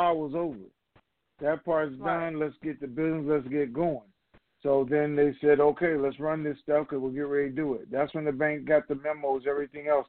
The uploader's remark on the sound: TNTSuperfantastic Conference Call